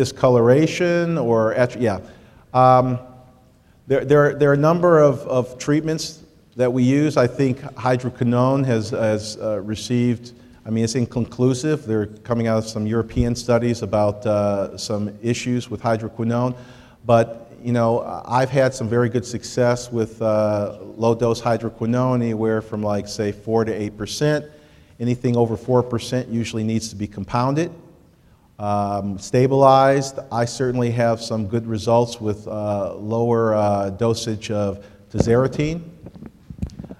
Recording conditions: live audience